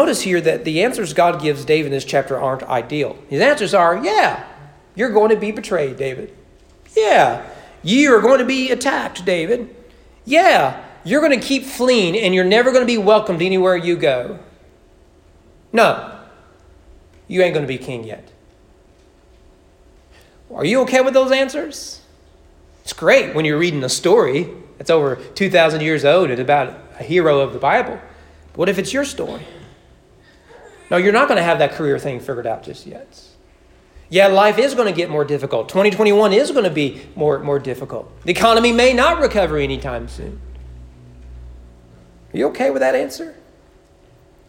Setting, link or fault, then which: setting, large echoing room